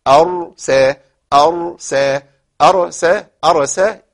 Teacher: قف على الراء بتسكين الراء، اديها الزمن بتاعها اللي هو التوسط، زمن بسيط جدا